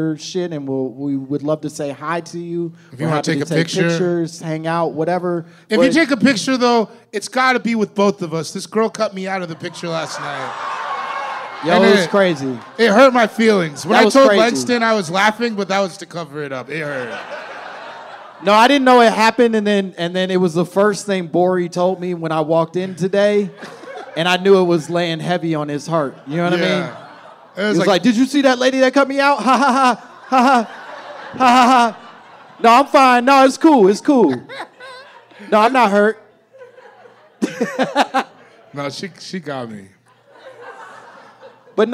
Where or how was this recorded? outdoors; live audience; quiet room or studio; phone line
live audience